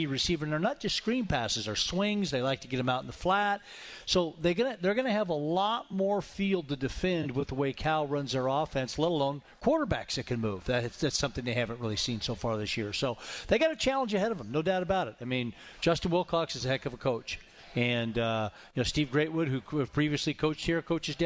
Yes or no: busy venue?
yes